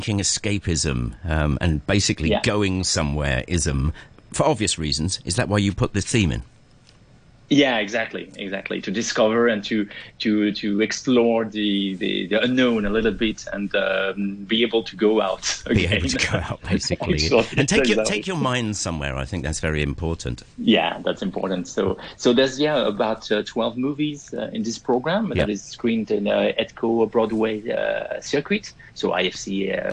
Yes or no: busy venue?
no